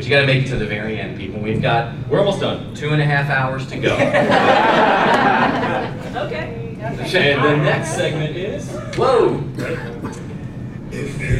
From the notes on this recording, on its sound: We recorded in front of a live audience at Dragon Con!